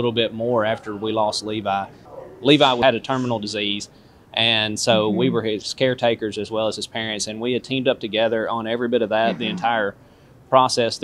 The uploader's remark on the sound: At the 45th National Conference of The Compassionate Friends in Houston Texas, 2022